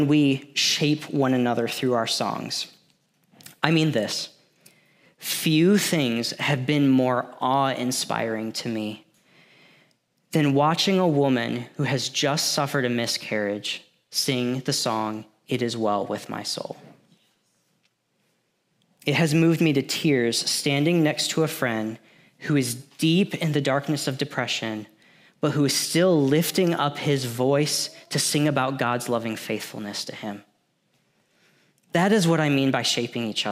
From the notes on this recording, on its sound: Thanks for listening to this audio from New City Church in Champaign-Urbana, IL.